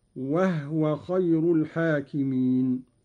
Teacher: قرأ قالون بإسكان الهاء تخفيفا وهو خير الحاكمين